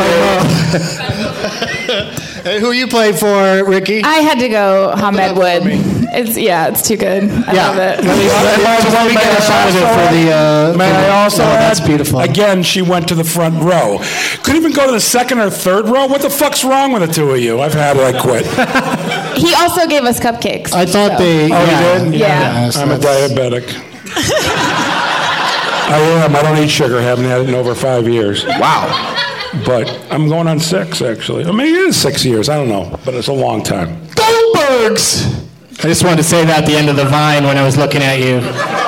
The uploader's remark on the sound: Live from the Downtown Independent Theater in L.